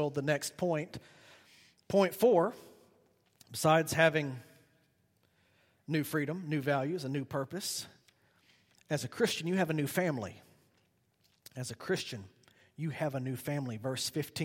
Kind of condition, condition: setting, large echoing room